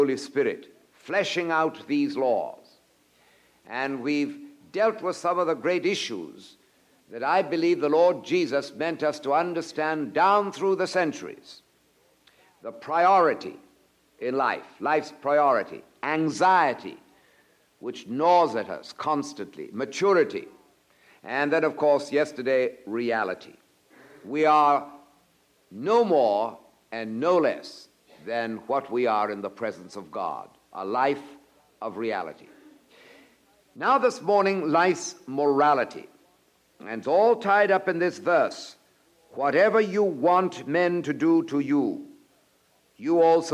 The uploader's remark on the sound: presented at Moody Keswick Bible Conference 1984